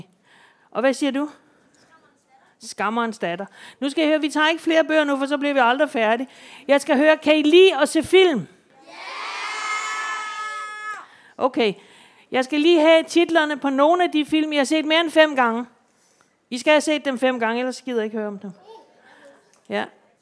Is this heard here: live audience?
yes